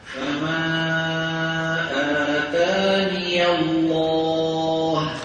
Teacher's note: قرأ حفص قوله تعالى فما آتاني الله في النمل بياء مفتوحة في آخره وصلا هكذا، فما آتاني الله، وله في الوقف وجهان، إثبات الياء ساكنة هكذا، فما آتاني، والوجه الثاني حذفها والوقف على النون بالسكون أو بالروم هكذا، فما معروفة هذا طريق الشاطبية.